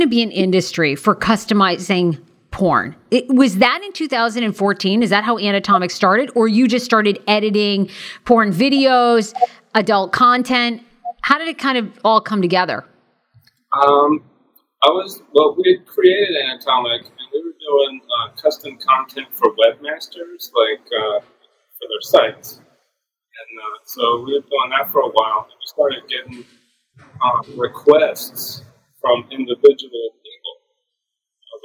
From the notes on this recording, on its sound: (DISCLAIMER: The audio quality isn’t great!!).